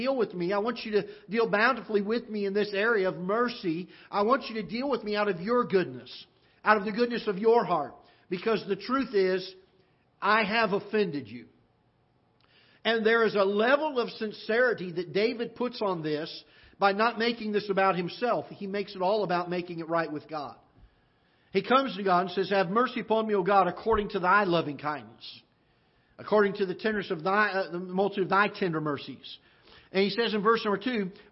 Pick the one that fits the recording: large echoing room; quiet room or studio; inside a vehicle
large echoing room